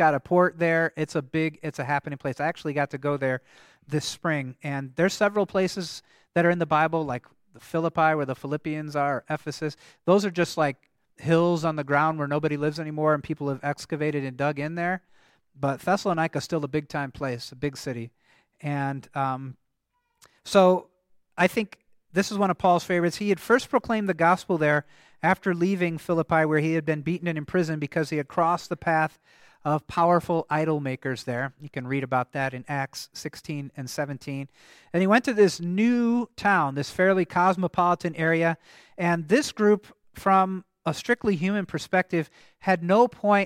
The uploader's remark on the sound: the service at Grace Evangelical Lutheran Church, Lexington, MO on November 26, 2023